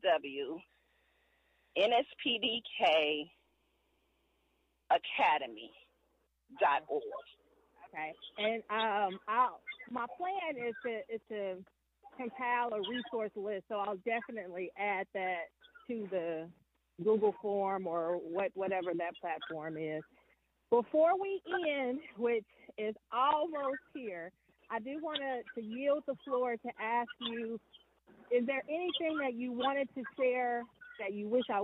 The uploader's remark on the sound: Walk & Talk